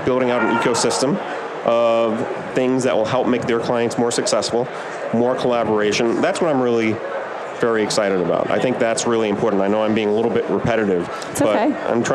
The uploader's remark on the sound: LIVE from Las Vegas, at #HRTechConf.